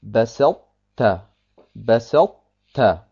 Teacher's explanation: Wir sagen also nicht Basatta und wir sagen auch nicht Basatta, sondern wir lassen einfach die Eigenschaft der Qalqala beim Ta weg und lassen Al-Itbaq bestehen. Und deswegen heißt es Basalta, Basalta. · Term: unvollständigen Idgham